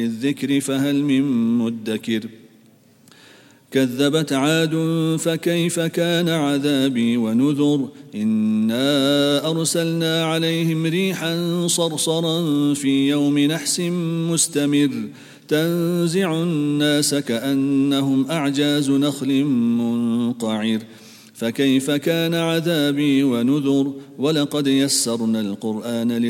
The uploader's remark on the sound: at the Houghton Masjid (West Street)